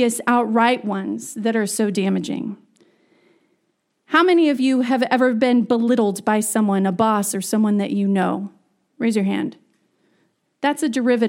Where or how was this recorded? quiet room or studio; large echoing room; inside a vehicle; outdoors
large echoing room